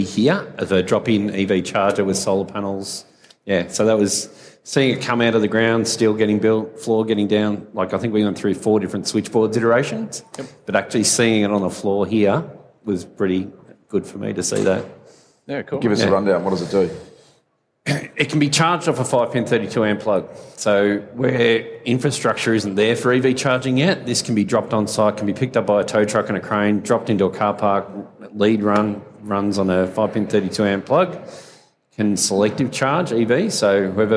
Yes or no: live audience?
yes